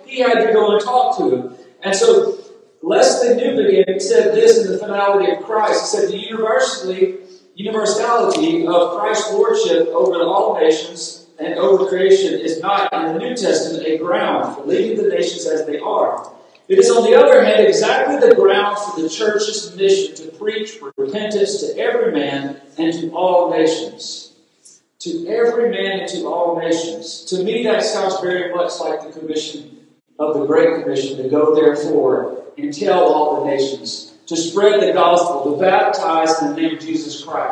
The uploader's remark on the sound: Recorded at Friendship Baptist Church on March 16th at 11am and 5pm.